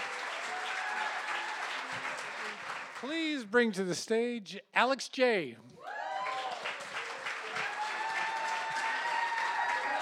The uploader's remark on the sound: These stories were recorded in front of a live audience. At Provincetown Theater in Cape Cod, Massachusetts.